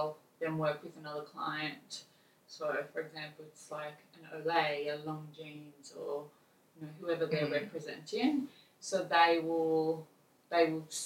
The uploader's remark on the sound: APOLOGIES FOR THE BAD AUDIO QUALITY. Forgive us for the audio quality.